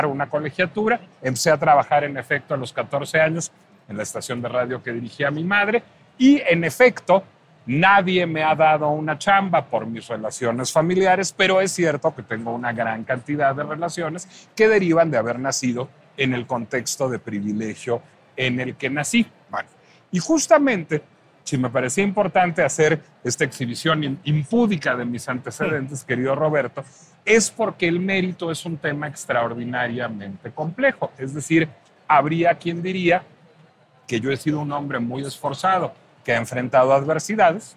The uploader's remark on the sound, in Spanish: Heraldo Podcast transmitió completamente EN VIVO desde la Feria Internacional del Libro (FIL) de Guadalajara.